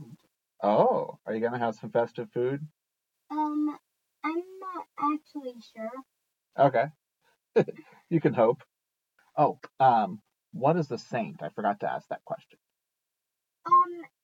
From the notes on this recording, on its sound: Apologies for the audio, turns out the main mic wasn't on.